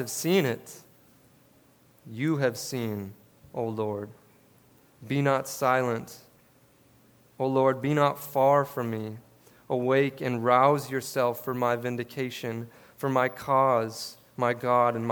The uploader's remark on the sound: This sermon was preached at River City Church in Fargo, ND on August 14, 2022.